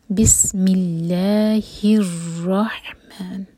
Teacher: را ہیوی اور شدہ ہے تو اسٹرانگ پڑھیں گے. بسم اللہ الرحمن، ہا حلق سے، اس کو ہا نہیں پڑھ سکتے، سینے سے نہیں آئے گا یہ، حلق سے.